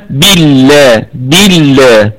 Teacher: أصبحت لام لفظ الجلالة مرققة لأنها مسبوقة بكسرة